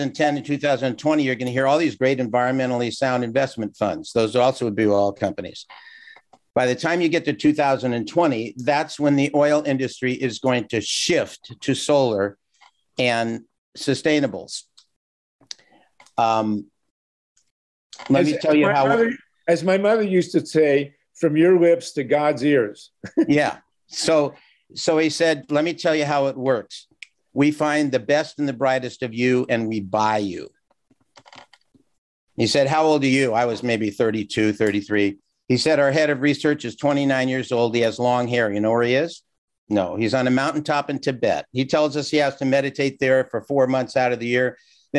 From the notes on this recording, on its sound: GREEP ZOOM #79